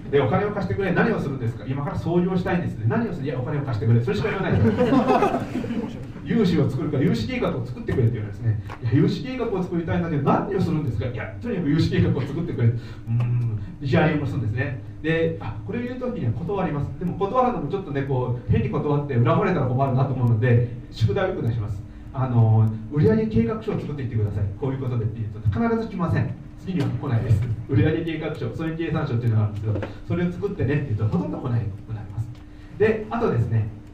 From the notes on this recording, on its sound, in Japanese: 会場のでの収録の為、雑音もありますがご了承ください。